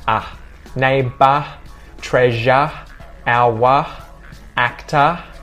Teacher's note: That is a very American sound with that R sound. In Australian English, we don't curl the tongue up to make the R sound. We drop the jaw and we keep our tongue flat.